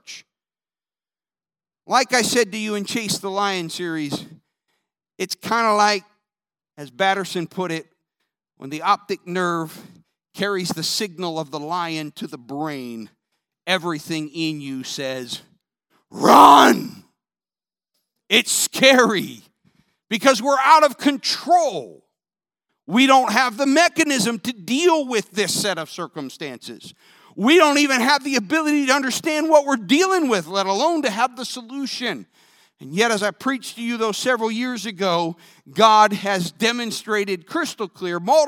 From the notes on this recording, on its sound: This sermon was recorded live on January 9th, 2022 at Newark United Pentecostal Church